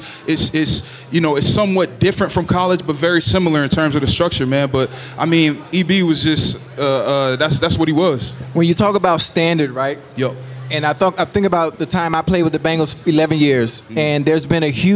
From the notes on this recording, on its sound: LIVE from Resorts World Las Vegas